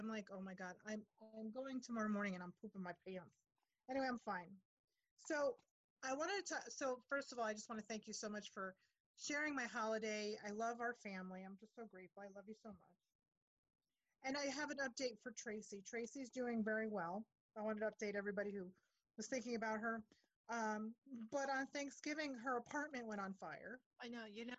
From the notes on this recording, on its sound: check in over zoom